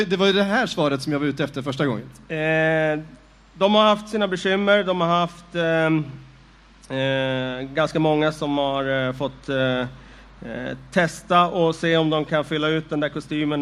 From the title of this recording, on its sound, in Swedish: Live från Trädgården